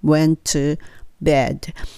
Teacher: went の t と次の to の t が重なるので t は1個落ちますよね